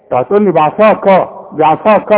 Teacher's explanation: العين خليها مرققة، الكاف مرققة، الصاد هي المفخمة